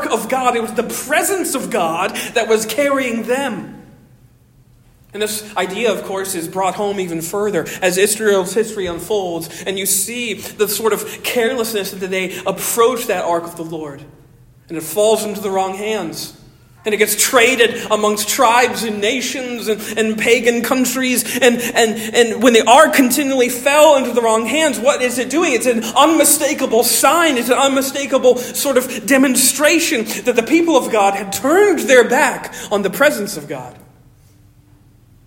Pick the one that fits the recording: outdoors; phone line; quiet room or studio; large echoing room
large echoing room